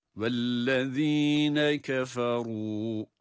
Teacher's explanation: Bu vellezine zel harfini ince okuyarak. Zel harfinin çıkışı biliyorsunuz dil ucunu üst ön dişlerin başına değdirip dil ucunu çok az dışarı çıkaracak şekilde.